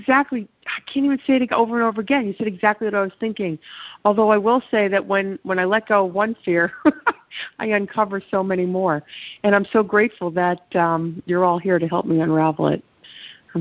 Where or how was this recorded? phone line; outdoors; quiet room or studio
phone line